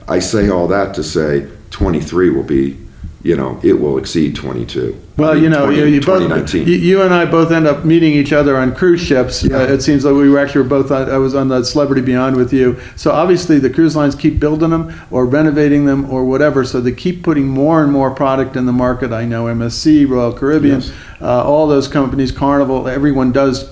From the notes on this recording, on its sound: at last week’s Travel Leaders Network conference in Aurora, Colo.